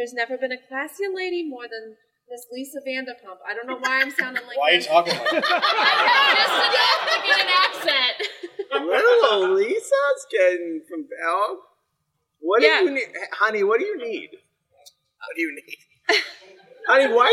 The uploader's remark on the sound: Thank you so much to everyone who came out for our GeeklyCon 2023 live show! It was a little different and I think the more personal touch really upped the energy on the stage.